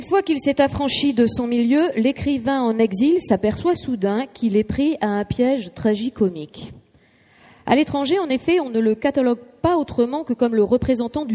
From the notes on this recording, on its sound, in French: Lors du festival littéraire de Nantes, "Atlantide", des lectures furent faites par des comédiens.